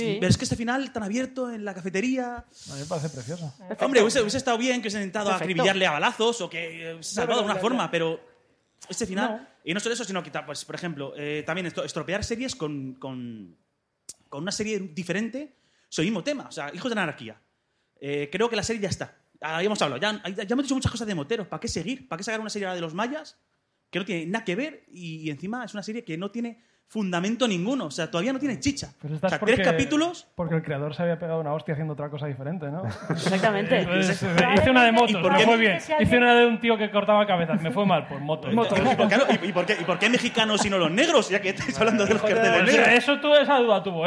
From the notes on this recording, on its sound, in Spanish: el programa en directo de Fuera de Series en Fundación Telefónica de Madrid